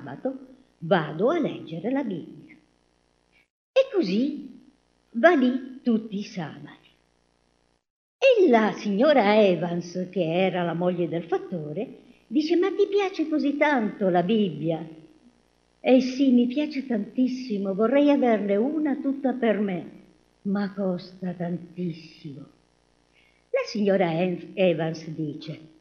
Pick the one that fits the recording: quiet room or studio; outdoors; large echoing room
large echoing room